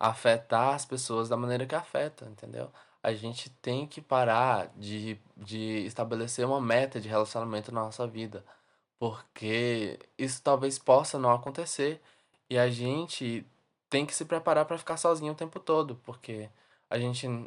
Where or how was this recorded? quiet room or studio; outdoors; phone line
quiet room or studio